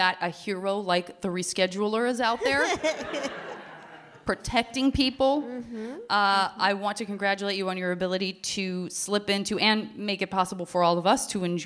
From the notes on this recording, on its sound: This special episode recorded live at SF Sketchfest has a little something for everyone.